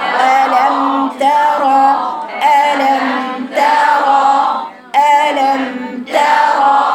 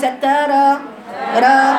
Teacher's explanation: الراء دي ايه مفتوحة يعني مفخمة · Shown in: first take